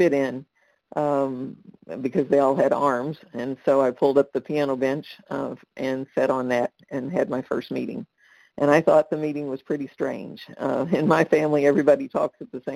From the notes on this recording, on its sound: qualification from the 100 Pounders Phone Meeting